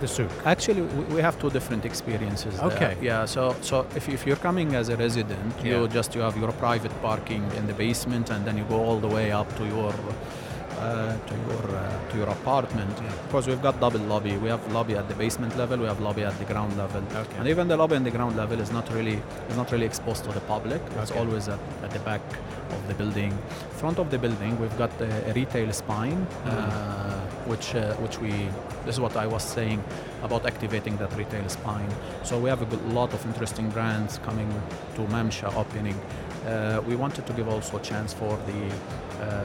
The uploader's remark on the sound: during our special live broadcast show from ACRES 2024